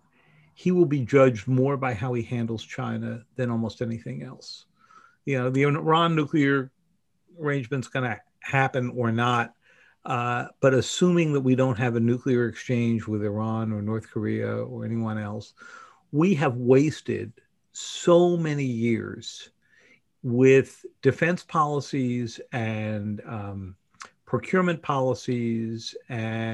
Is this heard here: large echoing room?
no